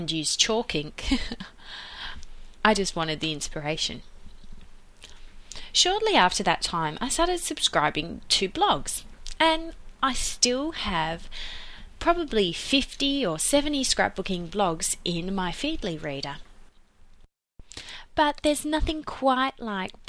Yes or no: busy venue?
no